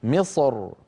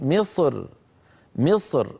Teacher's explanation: فيرقق الراء من أجل الكسرة التي على الميم · Shown in: second take